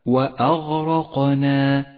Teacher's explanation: الهمزة مرققة والغين والراء والقاف حروف مفخمة والنون مرققة والألف التي بعدها تبعتها في الترقيق فاقرأ هذه الكلمة هكذا وأغرقنا